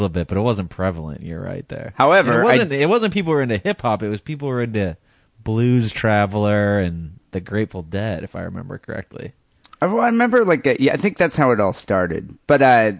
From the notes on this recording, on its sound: Phone calls and listener email.